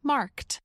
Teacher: Mark ends in the voiceless consonant k. So the voiceless ed ending t is used.